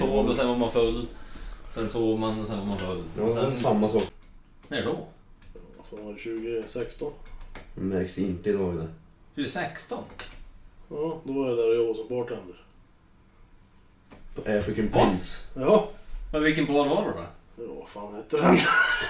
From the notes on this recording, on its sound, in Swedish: Dålig ljudkvalité.